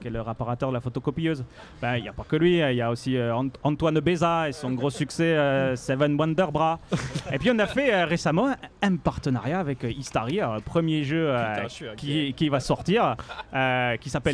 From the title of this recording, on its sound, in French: en direct de Paris est Ludique